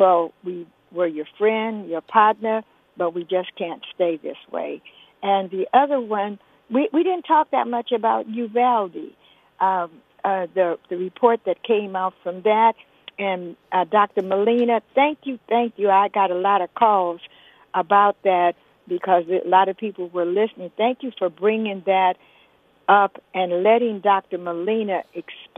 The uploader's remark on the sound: Open Phones